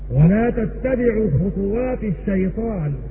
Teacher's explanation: قرأت خطوات بسكون الطاء مع القلقلة